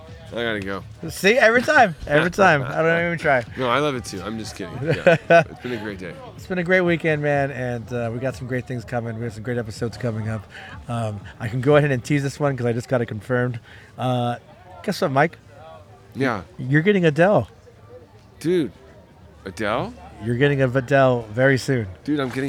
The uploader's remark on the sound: Live” From Bakersfield Comic-Con 2023